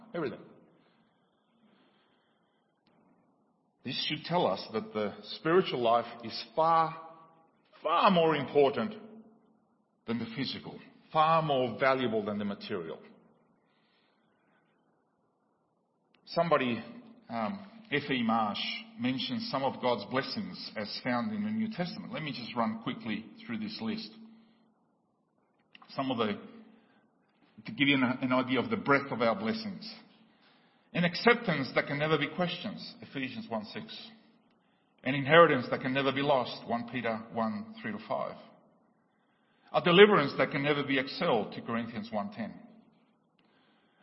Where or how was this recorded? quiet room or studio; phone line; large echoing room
large echoing room